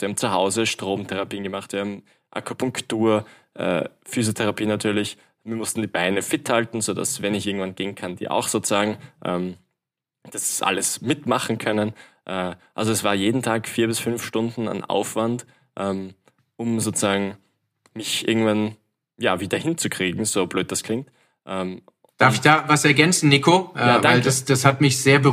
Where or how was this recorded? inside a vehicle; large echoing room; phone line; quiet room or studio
quiet room or studio